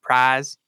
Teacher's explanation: But a big one that people tend to talk about a lot is the sound in like prize. It gets to sound something like prize, becomes more monophthongal. It doesn't move around. Prize moves around for a lot of people, doesn't in the South.